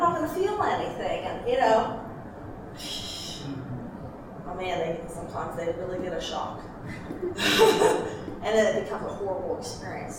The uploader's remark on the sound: talk was part of the Mother & Child Conference at Franciscan University of Steubenville.